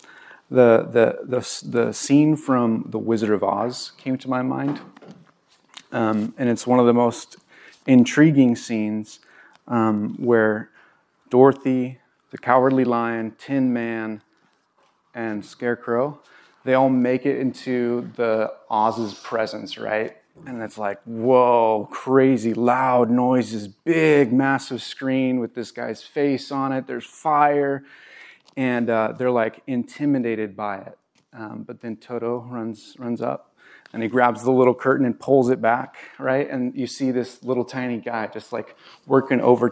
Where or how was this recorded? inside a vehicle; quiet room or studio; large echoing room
large echoing room